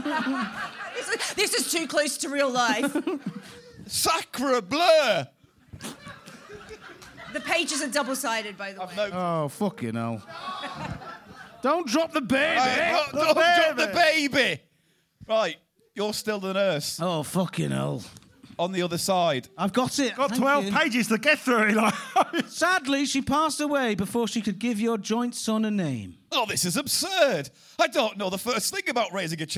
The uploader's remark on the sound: a live show recorded as part of the Cheerful Earful Podcast Festival on November 4th at the Streatham Space Project, South London